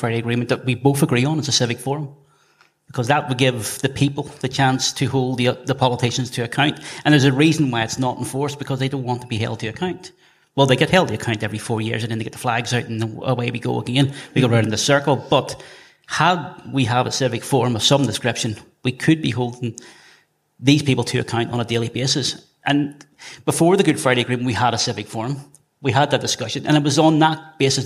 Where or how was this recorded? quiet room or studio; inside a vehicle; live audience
live audience